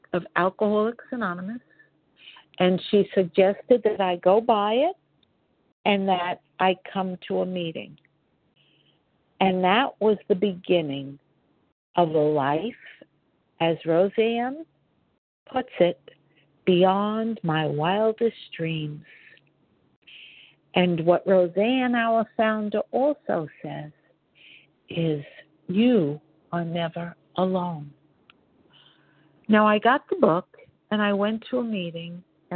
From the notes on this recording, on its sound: 100 Pounders Phone Meeting